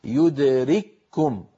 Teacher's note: نرى أنها تجريد الحرف الأول من السكون مع تشديد الحرف التالي، نحو يدرككم، لاحظوا بأن الكاف يدرككم من المتماثلين، التقى كاف وكاف، كاف وكاف، فالكاف الأولى ساكنة فأدغمناها في الثانية فصار النطق بكاف مشددة · Term: الإدغام الكامل